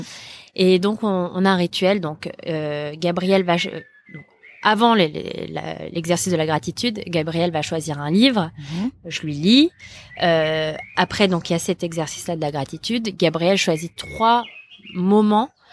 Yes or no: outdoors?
yes